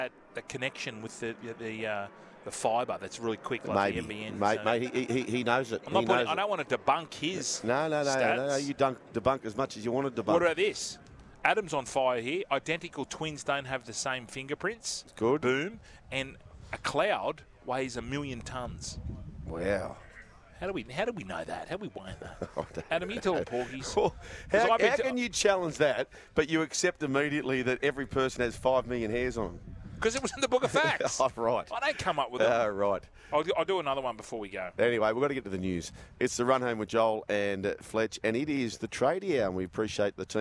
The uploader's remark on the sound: back for the second day of four live from the Moore Park Golf Club